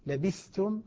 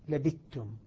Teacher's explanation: الثاء تسقط في التاء · Shown in: second take